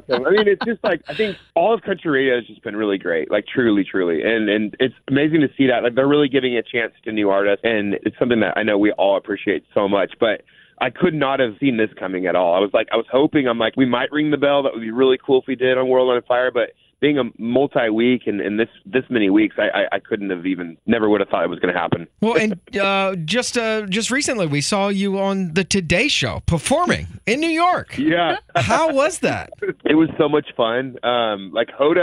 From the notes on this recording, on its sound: called in to chat